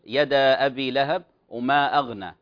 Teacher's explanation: طيب جزاك الله خير، قرأت لنا على رواية ورش، إن كان من طريق الأصبهاني فعند ذلك قصرت المد المنفصل يدا أبي لهب وما أغنى، إن كان من طريق الأزرق كما تلقيت أو تعلمت في ذلك فيمد بالطول.